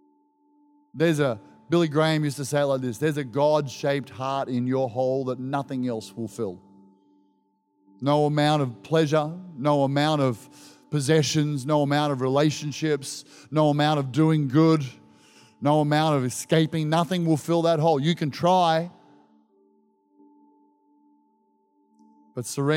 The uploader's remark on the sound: This was recorded in our 5pm service on the 18th of December, 2022